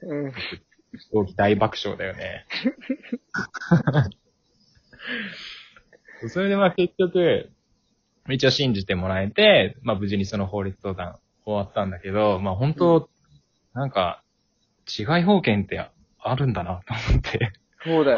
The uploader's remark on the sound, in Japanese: リモート収録。笑い声あり。